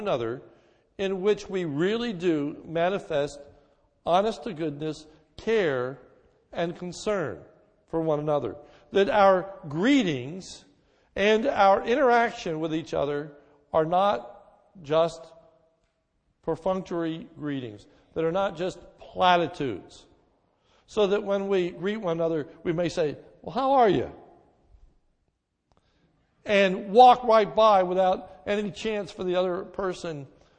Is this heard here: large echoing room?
yes